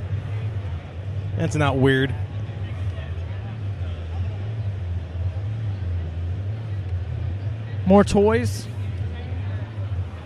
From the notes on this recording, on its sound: It's a hybrid episode this week LIVE from New York Comic Con 2017! Walk the con floor to see what NYC had to offer.